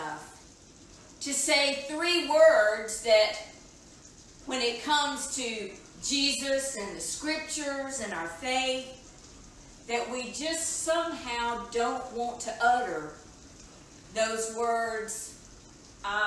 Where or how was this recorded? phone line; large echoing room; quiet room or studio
large echoing room